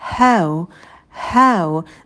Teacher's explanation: Звук «h» очень легкий, очень воздушный.